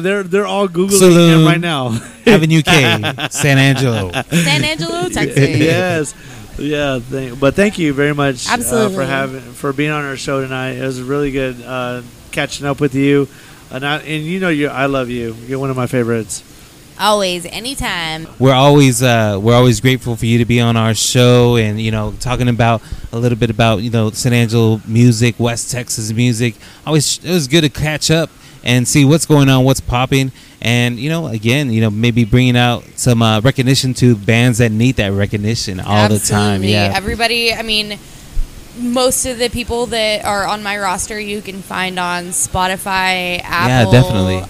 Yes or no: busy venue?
yes